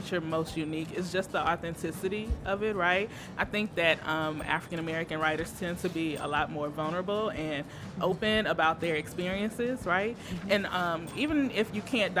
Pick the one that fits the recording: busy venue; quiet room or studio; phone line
busy venue